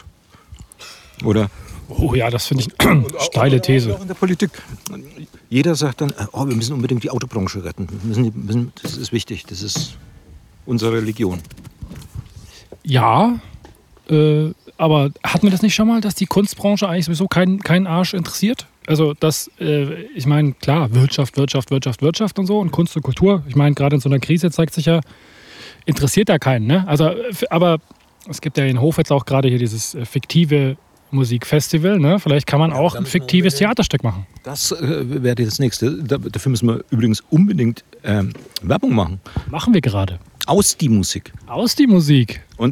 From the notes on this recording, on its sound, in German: Und alles live! Wir haben ihn in seinem Garten besucht. Außerdem dabei: Ketchup am Mikrofonkabel, allerhand Qualm aus dem Grill, Schlüsselgeklapper und Vogelgezwitscher.